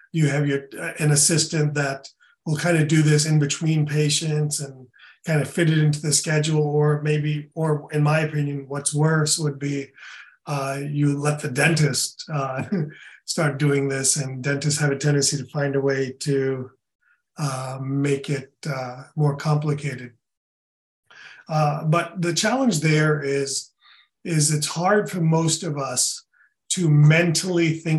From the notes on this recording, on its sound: In this webinar recording